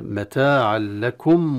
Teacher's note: متاعا لكم إدغام التنوين في اللام، إدغام تام من غير غنة